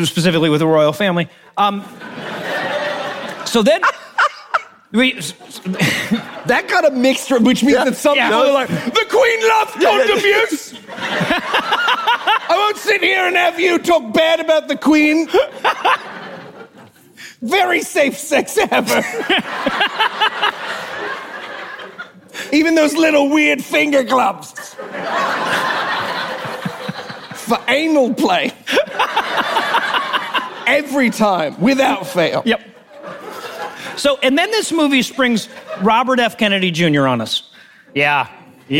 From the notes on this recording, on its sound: Live from QED 2022 in Manchester, England